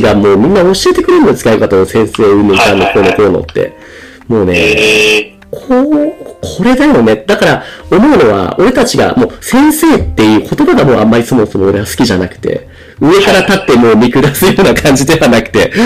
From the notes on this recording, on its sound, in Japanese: 今回機材トラブルで音割れが発生しております。